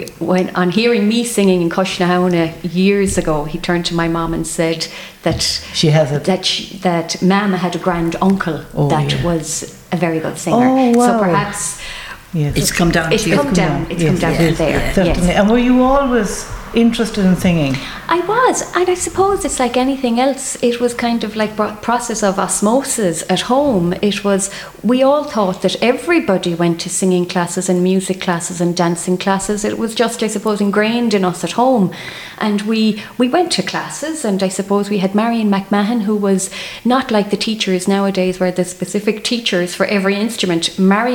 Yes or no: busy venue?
yes